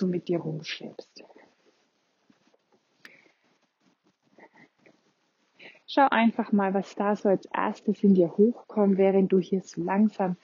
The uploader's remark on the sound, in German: Wir machen einen gemeinsamen Spaziergang (deswegen auch die etwas ungewöhnliche Tonqualität